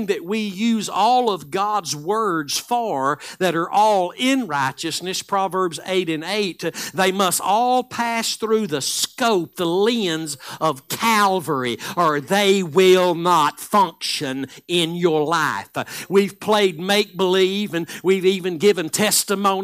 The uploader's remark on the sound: Live Sunday Morning Service